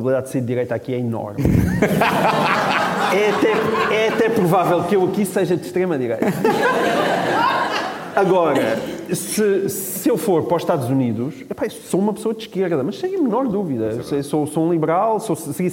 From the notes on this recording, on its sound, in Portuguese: A nossa estreia ao vivo